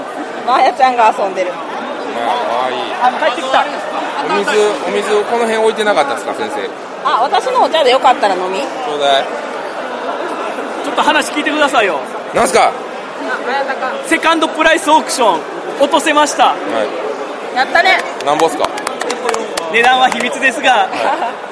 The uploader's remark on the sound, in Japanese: 第5回ボードゲームフリーマーケット in 新大阪｣に遊びに行ってきました！歩いて収録しました！